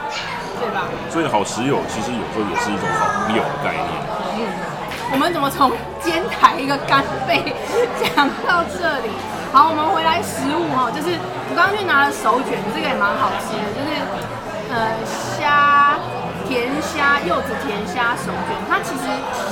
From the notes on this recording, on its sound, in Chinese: 現場有一點吵還請見諒喔!